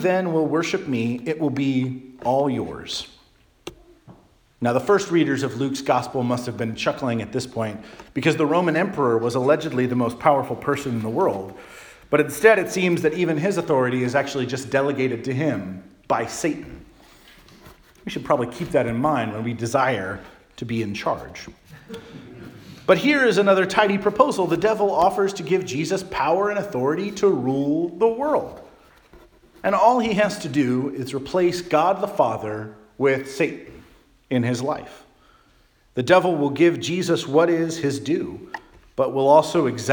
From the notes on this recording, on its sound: Charles Anglican Cathedral, Bremerton, WA.